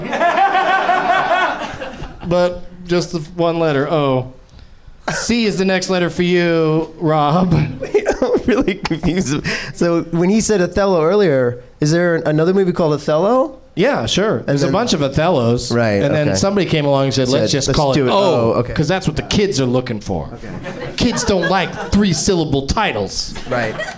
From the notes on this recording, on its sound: Live from the Nerdmelt Showroom in Los Angeles